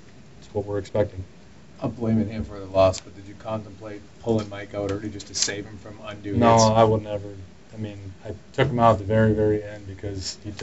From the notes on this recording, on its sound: Here's the post game media scrum with Edmonton Eskimos head coach.